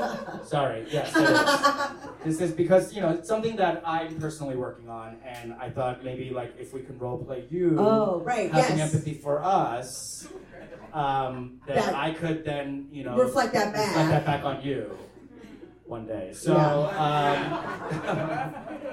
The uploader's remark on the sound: Live from Los Angeles. Live show at LA's Lyric Hyperion.